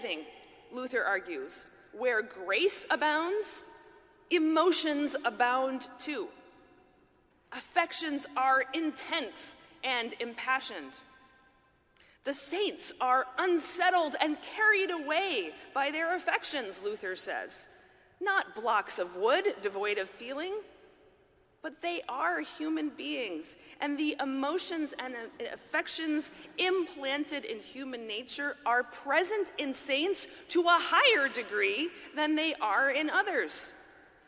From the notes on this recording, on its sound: talk at the 2023 Mockingbird conference in New York